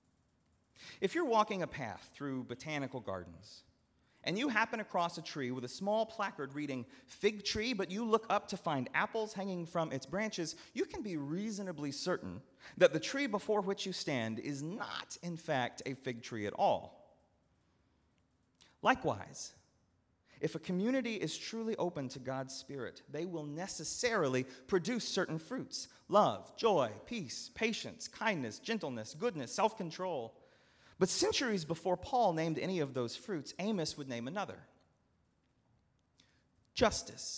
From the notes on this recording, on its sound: at Northminster Church on July 21, 2019